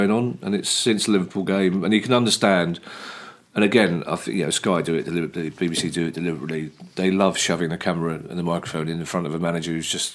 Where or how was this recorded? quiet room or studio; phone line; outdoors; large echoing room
quiet room or studio